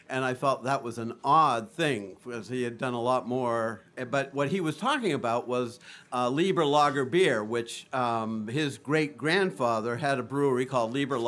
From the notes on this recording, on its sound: Recorded live at the legendary Red Key Tavern, January 2, 2017.